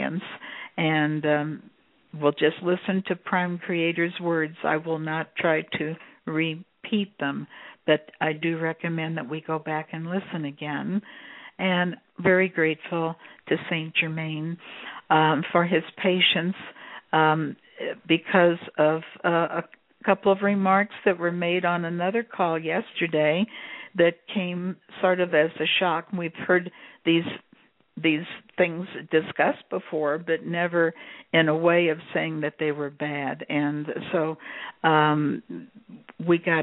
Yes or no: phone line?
yes